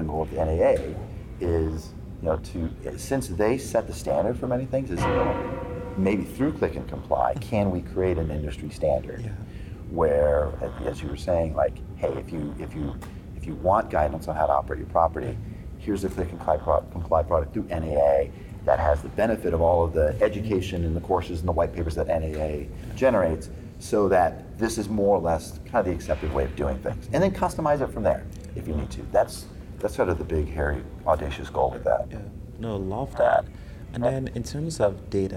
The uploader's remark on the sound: LIVE at Optech